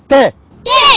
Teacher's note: ألف مد طبيعي حركتان